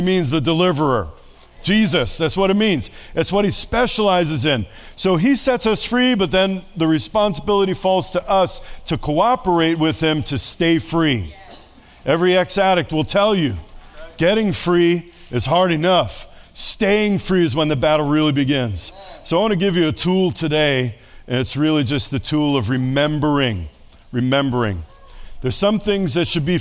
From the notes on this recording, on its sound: Sunday Service. This Sunday’s message was preached to an audience who sat at tables, and there was lots of audience participation from all who gathered.